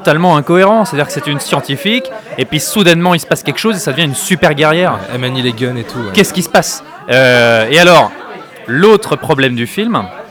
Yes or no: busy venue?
yes